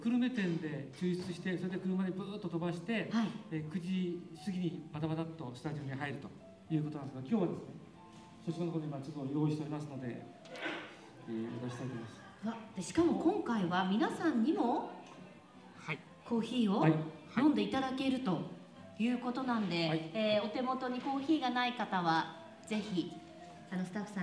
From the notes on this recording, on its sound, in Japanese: あだち珈琲の20周年を記念して大川店に出張収録！